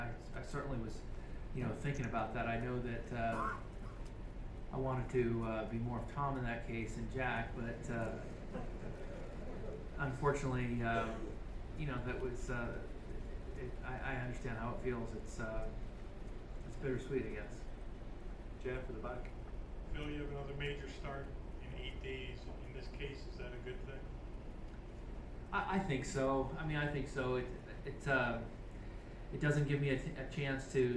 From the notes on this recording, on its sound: 2016 Open Championship Press Conference. At the 2016 Open Championship at Royal Troon.